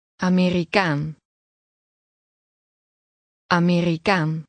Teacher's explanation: Note that the stress is on the last part of the word.